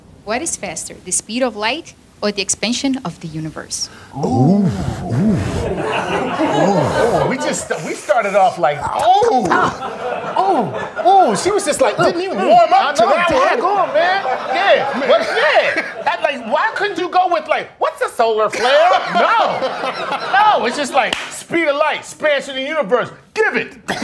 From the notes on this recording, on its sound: in front of a live audience at Sessanta and on Facebook Live